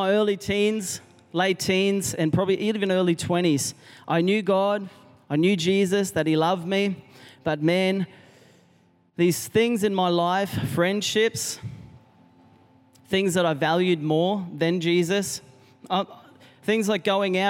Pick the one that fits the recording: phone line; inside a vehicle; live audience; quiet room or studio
live audience